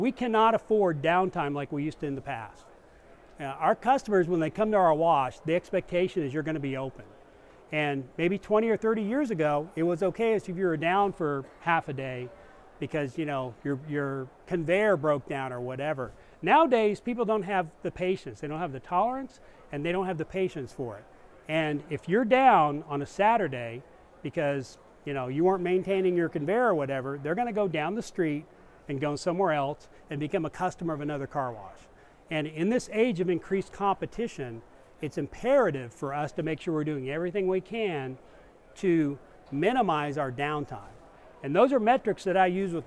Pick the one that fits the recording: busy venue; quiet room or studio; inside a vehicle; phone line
busy venue